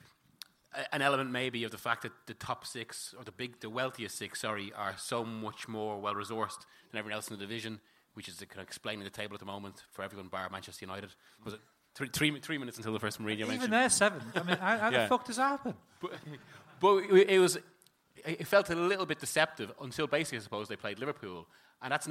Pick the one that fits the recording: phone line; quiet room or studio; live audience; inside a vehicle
live audience